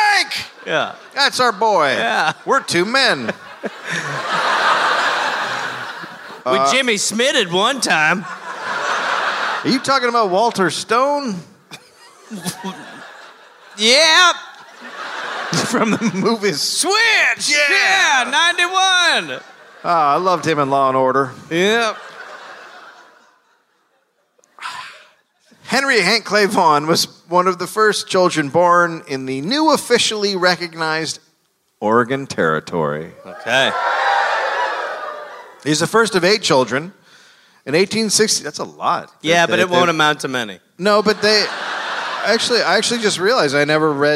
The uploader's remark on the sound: Live in Portland